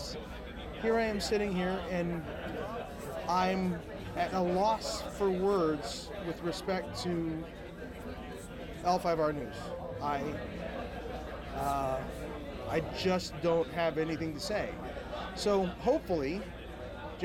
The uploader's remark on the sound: GenCon 2019 - FFG Inflight Report. The sound quality may vary based on noise levels.